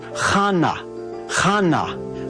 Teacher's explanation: So it's very similar to Hannah, but we're just taking the H sound and giving it a guttural CH sound.